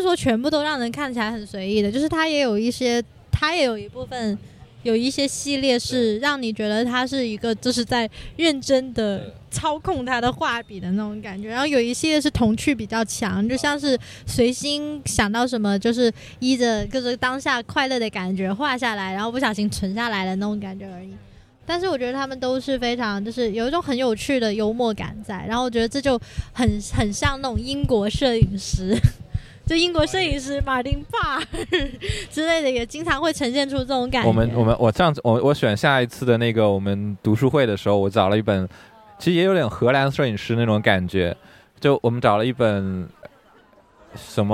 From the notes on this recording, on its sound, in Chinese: 上周末（3月20日与21日）一树Arbre在深圳华侨城创意园的T街摆摊。三位主播也在现场做了一次录音，介绍和讨论现场售卖的商品。户外录音挺有趣的。